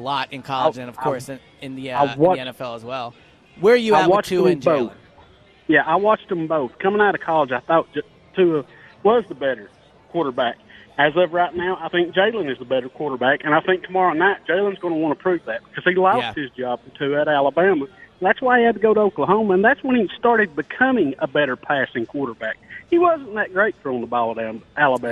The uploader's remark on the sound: live at Parx Casino